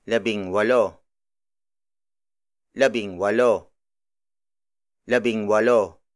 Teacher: While walo begins with a consonant, the letter W sounds like a vowel. So the ng in labing is retained